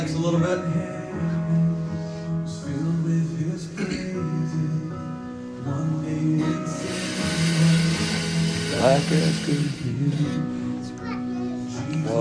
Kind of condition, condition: setting, large echoing room